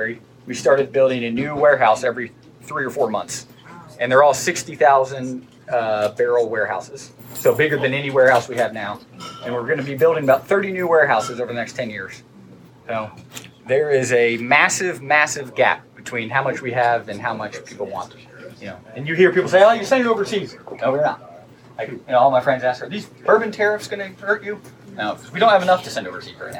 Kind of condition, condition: setting, busy venue